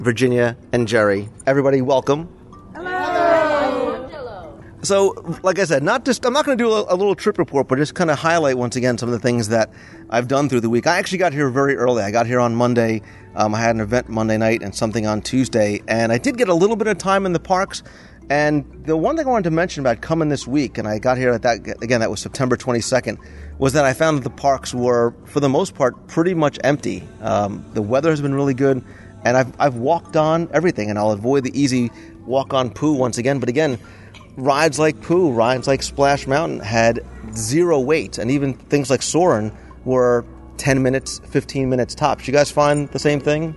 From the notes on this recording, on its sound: We recorded our recap of the week live from Disney’s Animal Kingdom Lodge. I’ll play our live reviews from the promenade as we review samples from each Wonderland kiosk at Epcot’s International Food & Wine Festival.